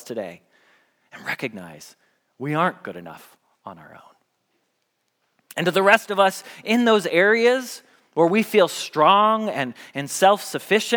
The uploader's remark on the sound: Message Preached at Valley Creek Church